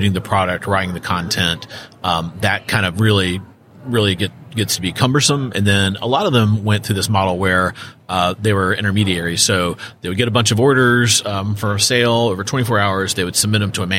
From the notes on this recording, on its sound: live from the NRF Big Show